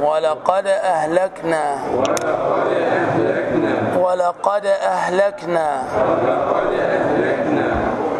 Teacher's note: الدال ساكنة مقلقلة مائلة إلى الفتح القلقلة